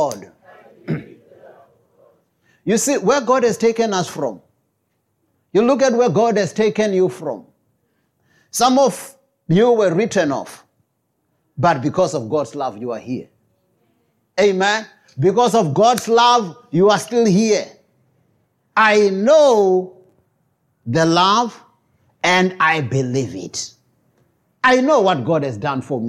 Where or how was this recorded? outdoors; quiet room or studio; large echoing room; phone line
large echoing room